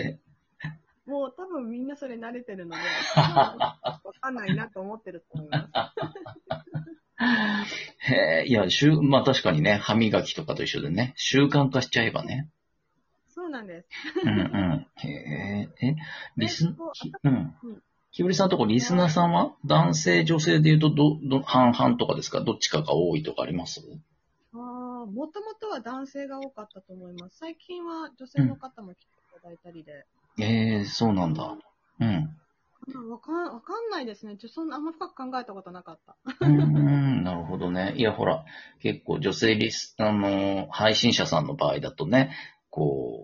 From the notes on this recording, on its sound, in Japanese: Radiotalkアプリの「リモート収録機能」を使って。リモート収録 #ラジオトーカー #ゲストと一緒に配信 #2人組 #笑い声あり。